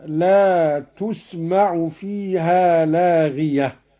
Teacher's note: قرأ قالون بضم التاء: لا تسمع، لاغية بالرفع هكذا: لا تسمع فيها لاغية.